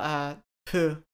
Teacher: it's pronounced weird because you kind of got to do an H and an F sound at the same time